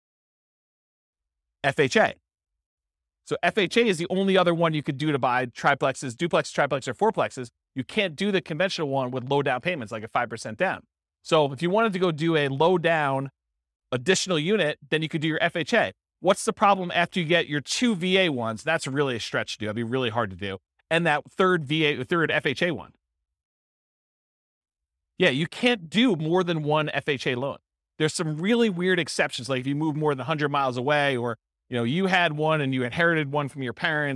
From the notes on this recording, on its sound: This was a live class recorded